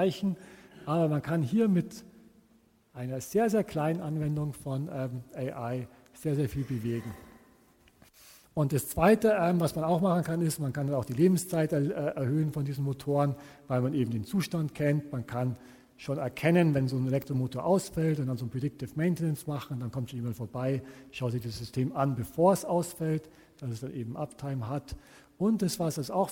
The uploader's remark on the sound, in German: Die Folge entstand vor Livepublikum im Palais Eschenbach.